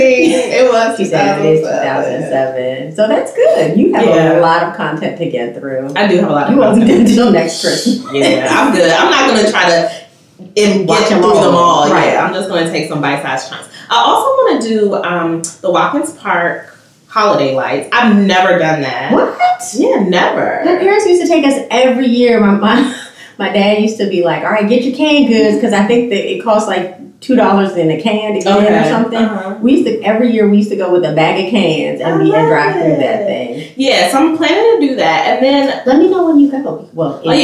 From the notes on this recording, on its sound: We lost audio this week and had to use a work around, so there’s an echo and the overall sound quality is diminished